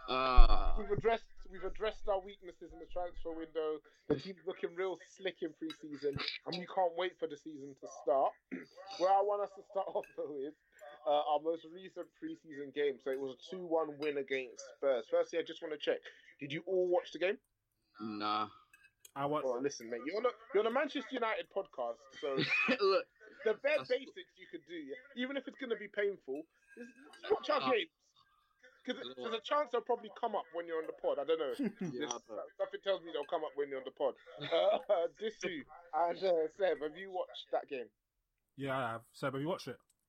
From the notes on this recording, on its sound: We apologise for the poor audio this week, as we had technical issues with our recording software and gremlins with skype.